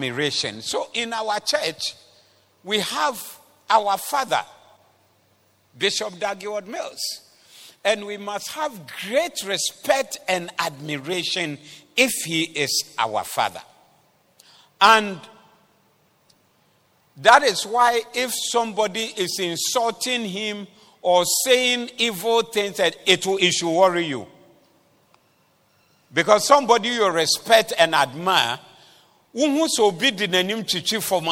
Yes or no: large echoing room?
yes